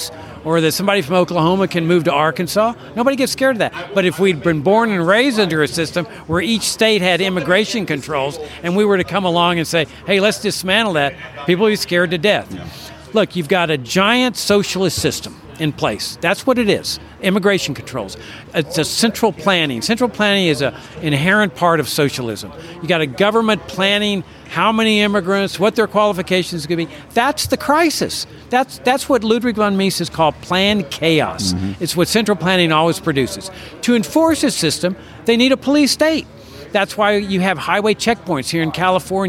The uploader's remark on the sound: A compilation of interviews recorded at the Libertarian Party of California State Convention. Went to the convention and sat down to record a podcast after the LP POTUS candidate debates, and ended up conducting impromptu interviews.